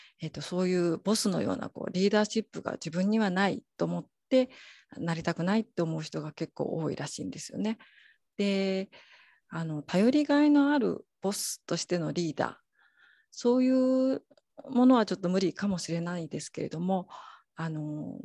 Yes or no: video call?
yes